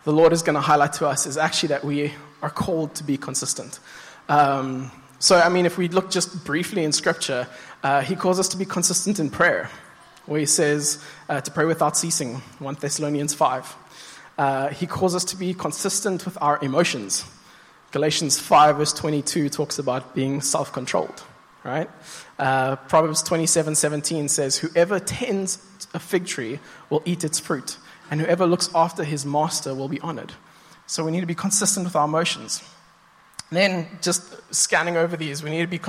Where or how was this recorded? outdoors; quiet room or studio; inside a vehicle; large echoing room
large echoing room